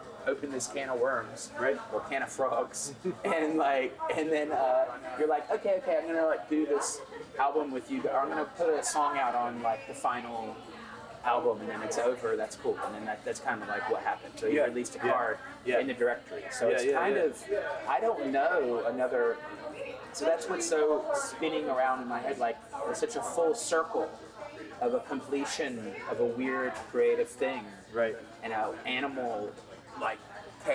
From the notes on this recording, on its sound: NFT.NYC was a spectacular occasion. The noise in the background of this conversation is representative of the, at times chaotic, fervor and energy that powered this amazing conference, at the beginning of November.